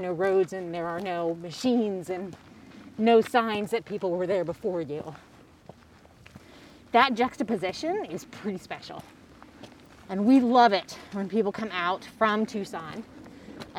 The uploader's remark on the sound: Getting outdoors in the Arizona winter. The Buzz heads outside with visitors and locals alike.